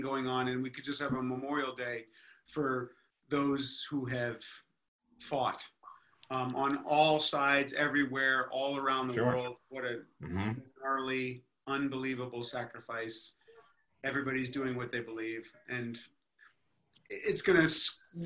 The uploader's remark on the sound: Two stories recorded for a live ZOOM Audience.